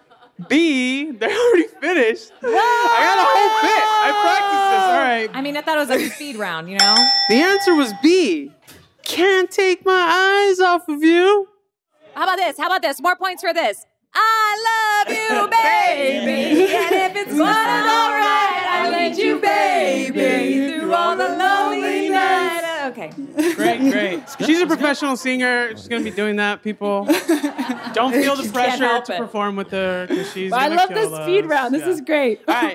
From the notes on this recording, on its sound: In this special live episode of the show, we get real. Joined on stage at the Crawford Family Forum.